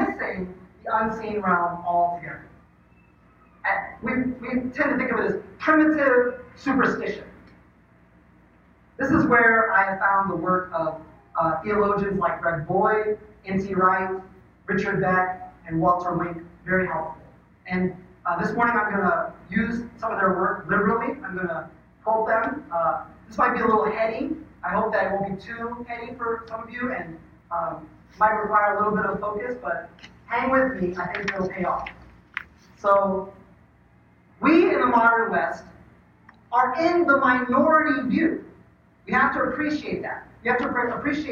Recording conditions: poor sound quality